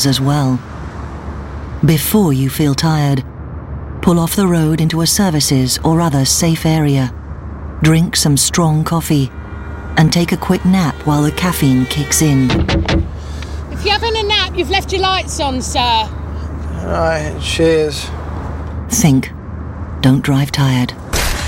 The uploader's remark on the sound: Live at Pembs College Freshers Fair